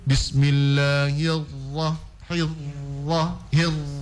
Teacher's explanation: Sembunyikan getaran ro kalau dia bertasydid.